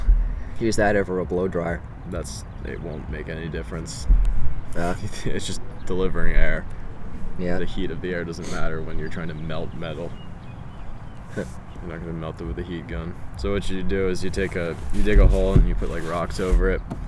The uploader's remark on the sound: Yes it was windy, there are some funny sounds. There was a technical error.